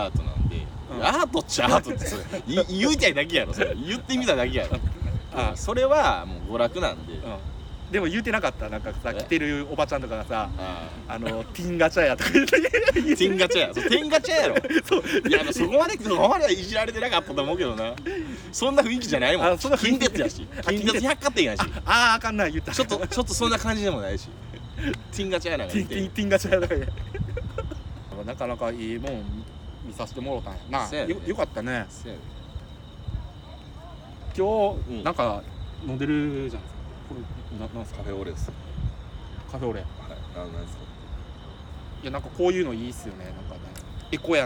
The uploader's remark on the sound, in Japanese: 公園録音で虫も聴けるpodcastでございます！